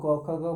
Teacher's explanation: सबका उच्चारण स्थान कंठ होता है लेकिन क सबसे नीचे से निकलता है ख उसके ऊपर से ग उसके ऊपर से घ उसके ऊपर